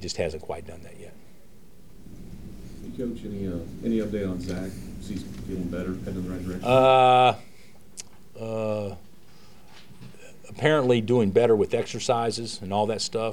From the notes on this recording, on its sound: Press Conferences & Post-Game Interviews.